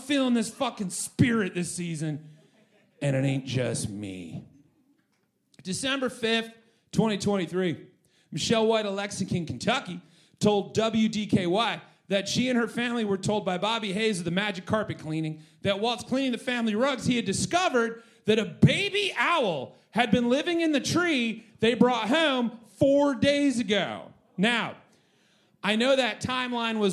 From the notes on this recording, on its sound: Recorded LIVE on December 14th 2023 for The Paper Machete Holiday Pageant at Carol’s Pub